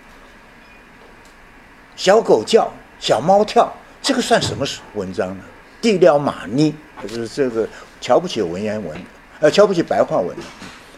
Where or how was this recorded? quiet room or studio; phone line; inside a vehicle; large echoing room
large echoing room